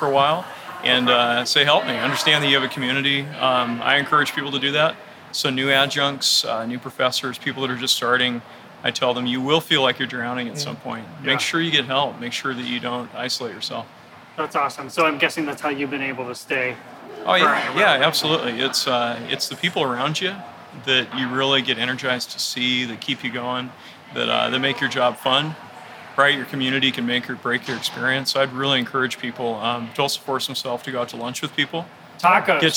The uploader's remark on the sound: This very special episode was captured “live” on the purple carpet. Faculty attendees, presenters, and academic leadership were on hand.